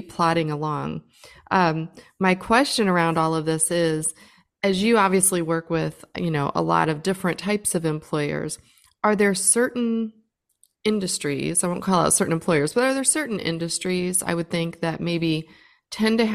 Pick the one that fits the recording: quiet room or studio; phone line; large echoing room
quiet room or studio